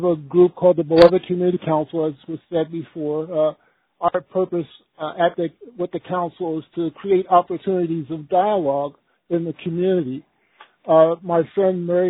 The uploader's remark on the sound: In this call recording you’ll hear from individuals representing organizations large and small